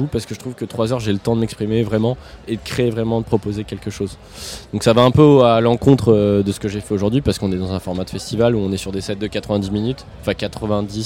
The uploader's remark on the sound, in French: Ce week-end on est en territoire Landais au Little Festival. Ce week-end on est en territoire Landais au Little Festival pour quelques jours a se mettre au vert (ou pas).